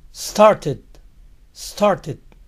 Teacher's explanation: Termina en sonido T. ED se pronuncia ID.